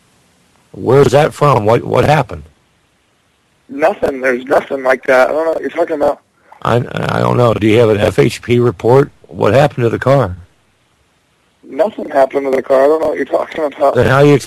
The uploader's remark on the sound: Prank Phone Calls